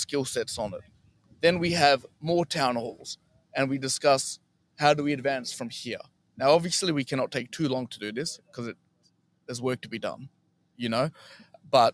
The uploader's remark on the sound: Live from Memorial Park in Bunbury WA